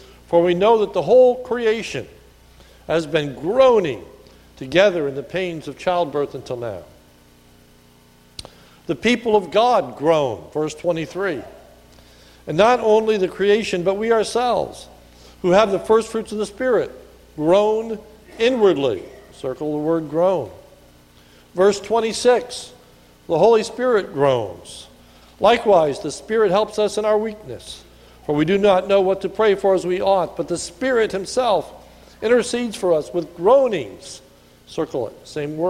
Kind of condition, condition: setting, large echoing room